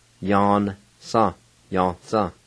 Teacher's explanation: Ya, na, sa. And the N-A, the middle part, the A is silent when you pronounce it out.